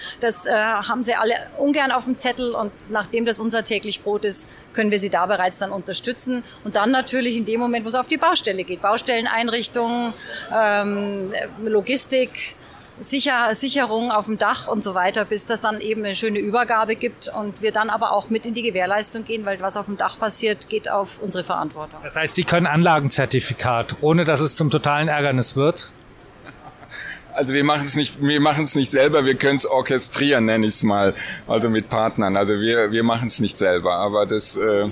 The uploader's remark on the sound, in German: Live vom Partnertag